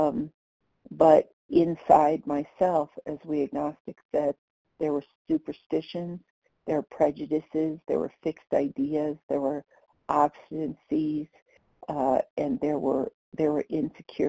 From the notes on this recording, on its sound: The 100 Pounders Phone Meeting.